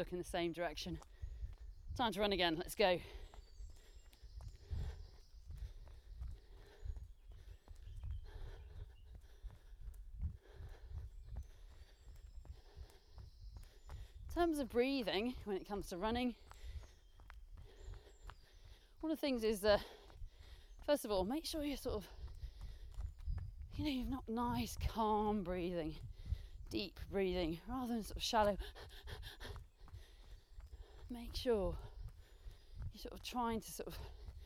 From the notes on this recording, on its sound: Recorded in the woods around where she lives, not only will you get to hear the birds chirruping in the background